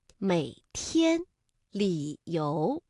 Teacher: 我们这 V 字不能完全降下去了，而是降到一半就可以了